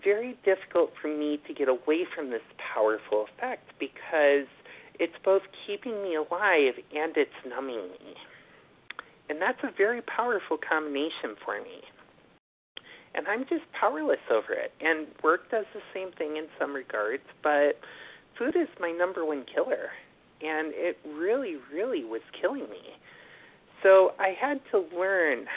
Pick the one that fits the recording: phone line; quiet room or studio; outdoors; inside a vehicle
phone line